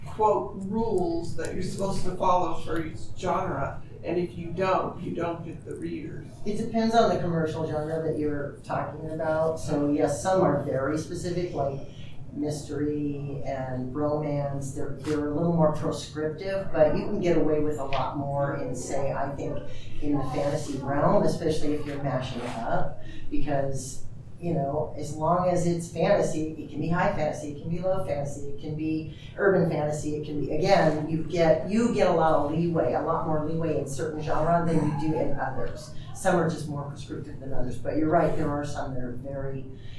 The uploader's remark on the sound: Recorded 11/10/2023 Friday – Panel Room 1 8:00 pm